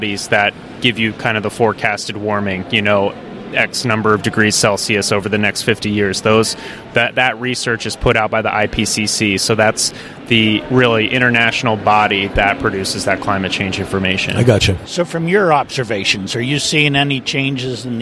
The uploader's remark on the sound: at the Trees and Utilities 2023 Conference